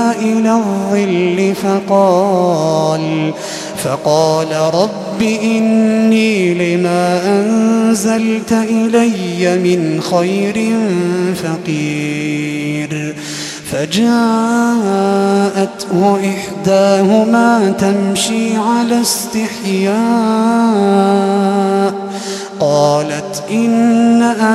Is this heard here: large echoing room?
yes